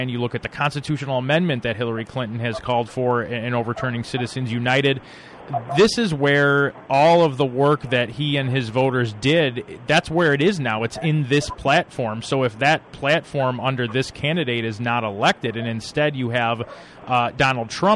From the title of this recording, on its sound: Live from DNC In Philadelphia